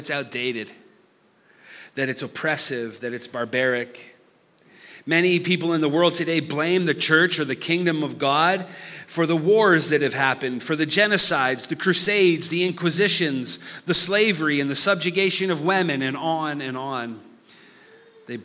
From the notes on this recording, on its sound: Listen to this live recoding of our Summer series.